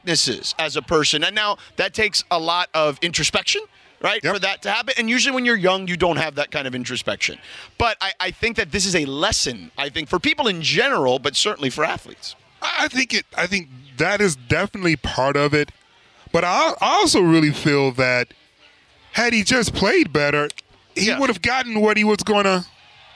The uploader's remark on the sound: The guys are live from UC Irvine from Rams Camp.